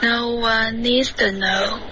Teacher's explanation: 要注意重音,needs 不要加重音